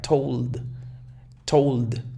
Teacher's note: La D no alcanza a sonar muy enfática.